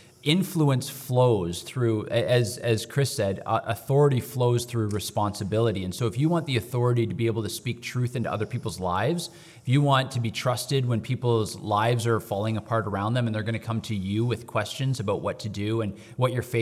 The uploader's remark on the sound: Live from the conference. Record a LIVE episode from the Men of Valor Conference where nearly 300 men gathered at Crossroads Church.